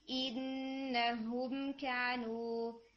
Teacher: फिर जैसे वर्ड इन्नहुम, ये जो ई है ये आपका ना गुन्ना में मिक्स हो रहा था, तो मेक श्योर के इसमें हमने नेजल साउंड नहीं लेकर जानी